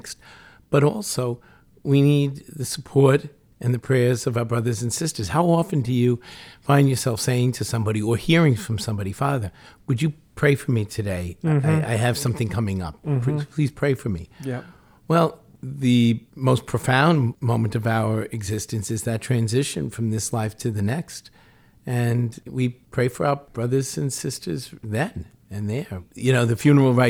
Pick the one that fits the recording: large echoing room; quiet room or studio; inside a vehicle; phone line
quiet room or studio